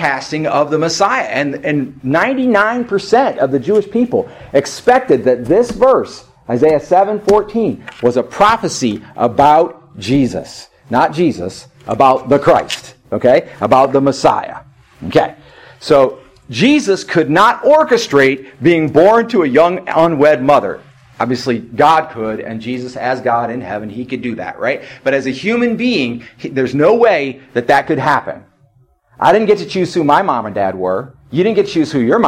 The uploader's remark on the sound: In this service from New Heights Fellowship Baptist Church of East Toledo